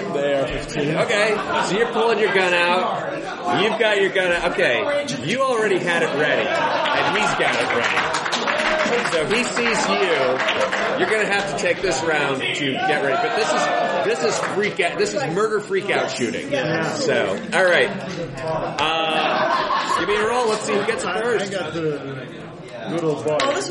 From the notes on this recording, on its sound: Please excuse the audio quality of this recording, it was a con game